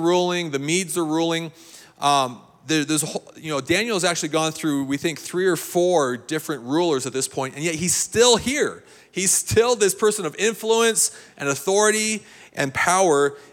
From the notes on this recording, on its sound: This is a recording of CSU Chi Alpha's Outpost service